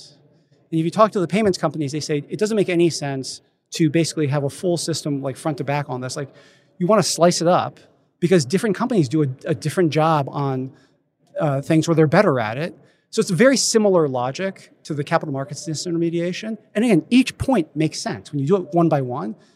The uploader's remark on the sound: Recorded live at Money 20/20 in Las Vegas.